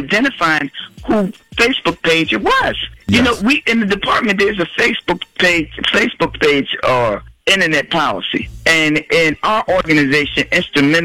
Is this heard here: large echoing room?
no